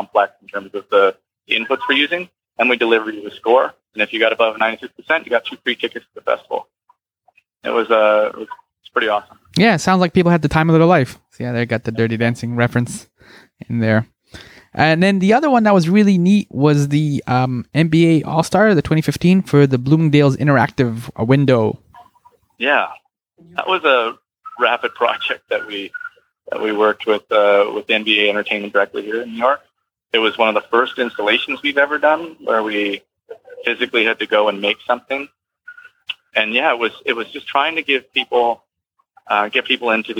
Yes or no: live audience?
no